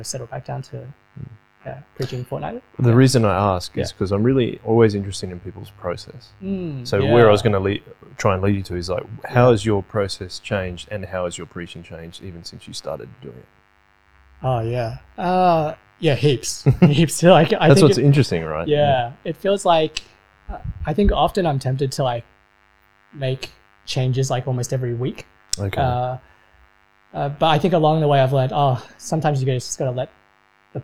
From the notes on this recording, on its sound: SORRY ABOUT THE POOR AUDIO QUALITY! It gets better as the episode goes on.